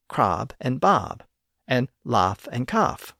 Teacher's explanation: the distinct vowel sounds in crab and bob, and in laugh and cough, merged together in the 1500s as ah